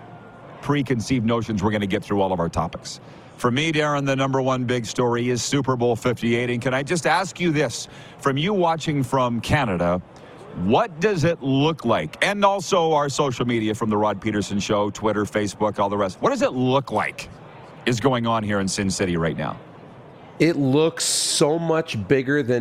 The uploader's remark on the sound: LIVE from Radio Row at Super Bowl in Las Vegas, Nevada!